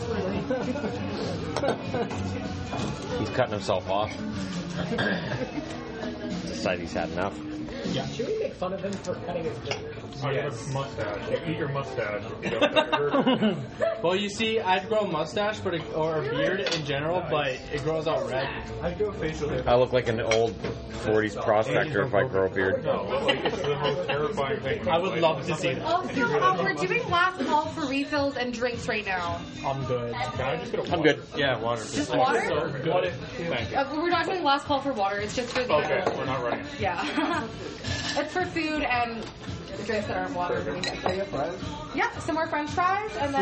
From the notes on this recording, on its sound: Just turned on my phone and hit record at Red Robin.